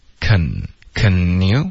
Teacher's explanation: 是 can 这个开头的 a，我们可以弱读成一个 a